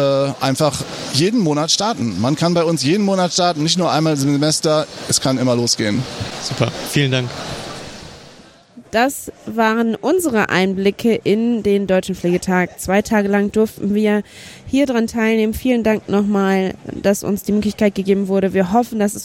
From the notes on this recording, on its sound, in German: Live vom Deutschen Pflegetag. Wir berichten live aus Berlin.